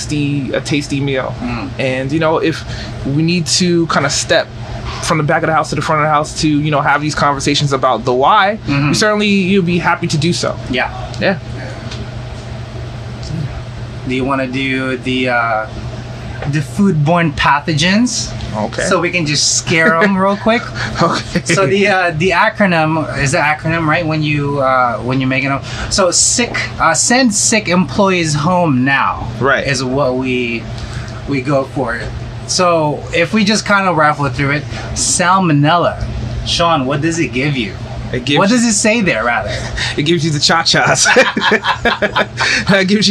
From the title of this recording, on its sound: Live in Restaurant